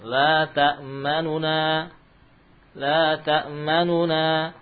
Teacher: Namun nun yang madmumah dibaca dengan 2/3 harakat · Term: ikhtilas